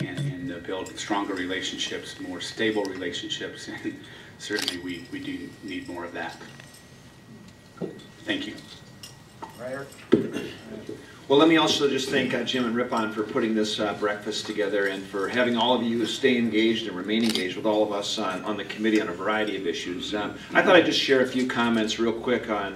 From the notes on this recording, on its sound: WASHINGTON, DC. At a breakfast meeting of The Ripon Society.